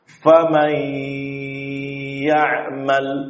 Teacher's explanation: Ghunnah tersebut dibaca, ya, mulai dari kita mengucapkan mim, ya, terus memanjang suara ghunnah tersebut. Nah, sampai kepada ya setelahnya, baru selesai suara ghunnah tadi.